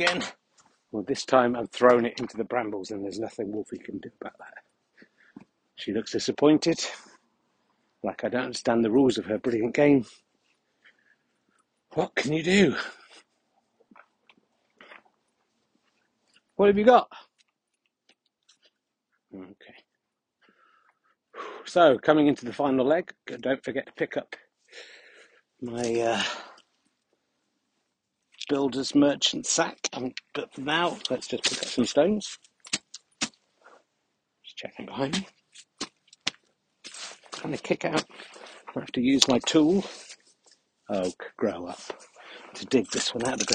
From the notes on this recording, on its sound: Sadly the recording ended unexpectedly about five minutes from the end of the clear and you miss some absolute gold.